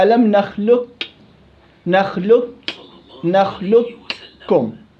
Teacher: القاف تصبح كاف وتضغم الكاف في الكاف · Term: إضغام كامل